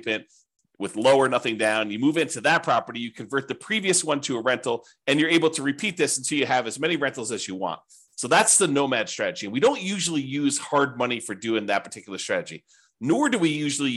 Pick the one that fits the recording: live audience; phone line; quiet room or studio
quiet room or studio